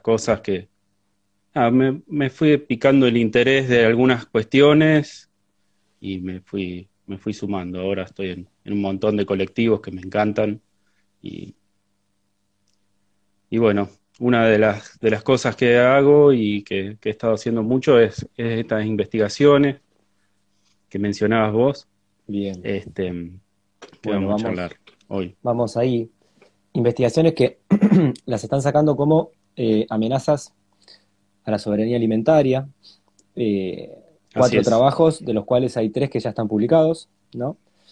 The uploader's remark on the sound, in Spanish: Audio de la charla en vivo que tuvimos por Instagram